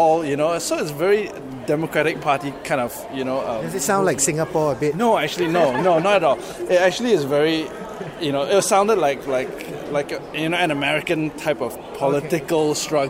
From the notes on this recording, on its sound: outside a screening of the film last week